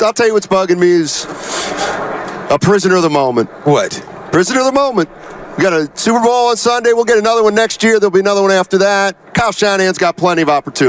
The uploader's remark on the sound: Live from Radio Row in Vegas. Live from Radio Row in Las Vegas ahead of the Super Bowl.